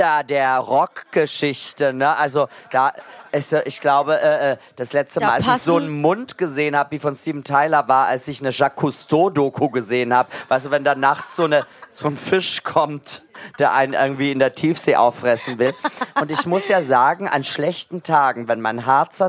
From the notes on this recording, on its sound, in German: Der Musik-Talk, live in der BarBoBu in F-hain.